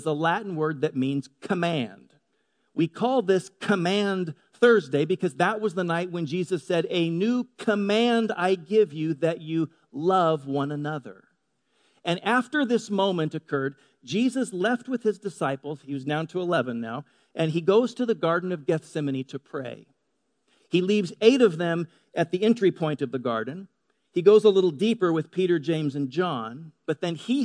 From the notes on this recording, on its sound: Delivered on 25 March 2018 at Grace Church of La Verne. At Grace Church of La Verne.